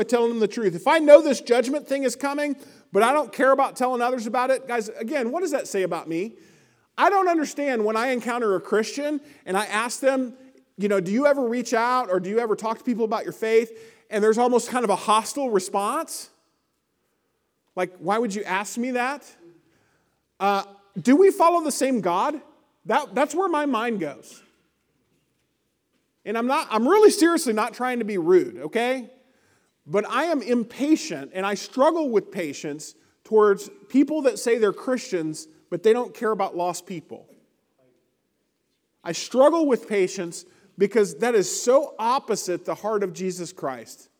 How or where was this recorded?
large echoing room